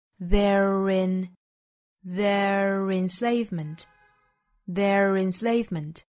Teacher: Their 和 enslavement 之间元音和元音的连读带出小的 r